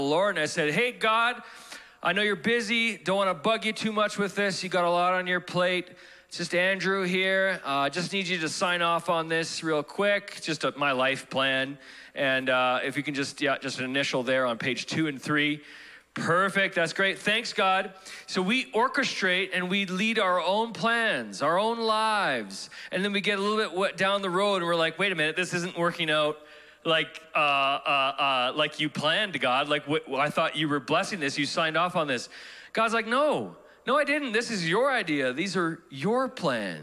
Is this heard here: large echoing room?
yes